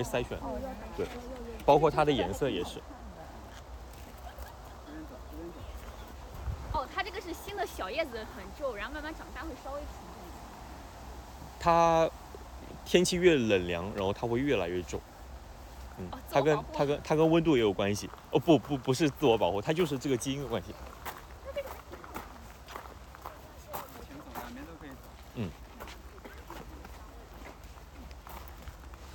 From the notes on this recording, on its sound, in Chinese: 本期内容是11.11线活动的收音，大家一起在花园里散步聊天。途中还偶遇了今年的第一只冬候鸟红胁蓝尾鸲。